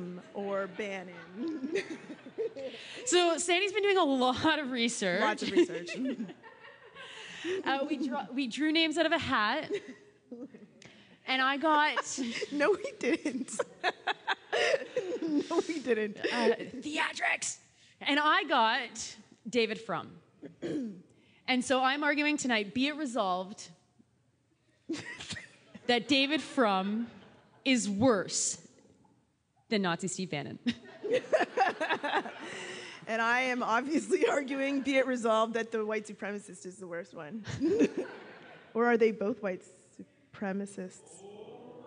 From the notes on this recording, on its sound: Live from Toronto. Special thanks to the Black Liberation Collective at Ryerson, volunteers at CJRU. Staff at the Ryerson Student Centre and the folks who arrived early enough to help us set up and take down the chairs.